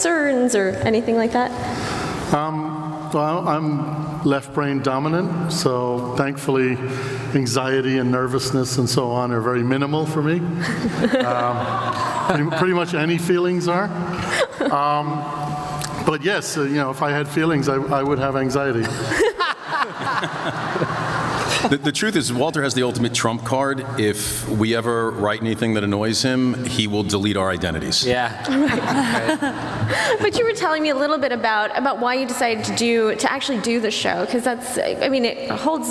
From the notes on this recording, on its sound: Comic-Con 2014 - Scorpion Panel.